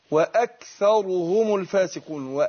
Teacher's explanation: برضه حافظ على ايه الهمس اللي في الكاف